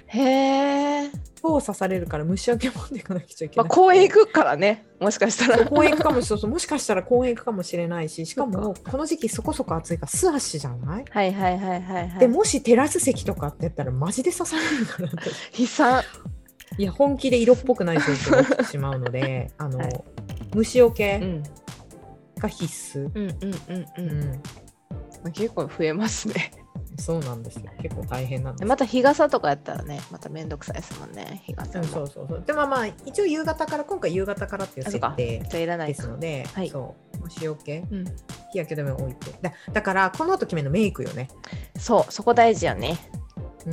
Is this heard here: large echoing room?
no